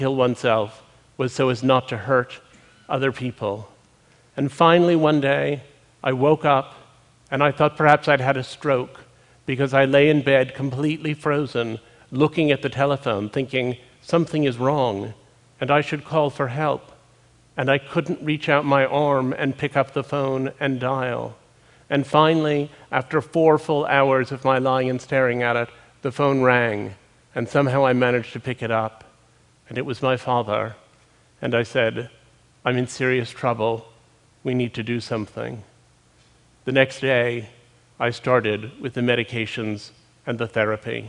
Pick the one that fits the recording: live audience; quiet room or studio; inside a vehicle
live audience